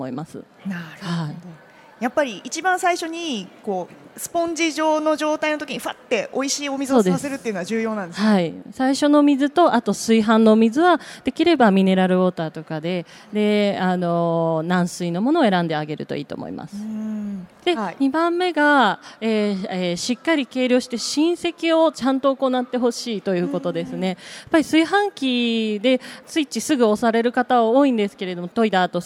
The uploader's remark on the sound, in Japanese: CRAFT SAKE WEEK 2023 at ROPPONGI HILLSにて公開収録。